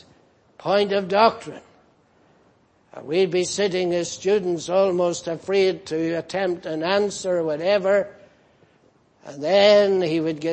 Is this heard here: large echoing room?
yes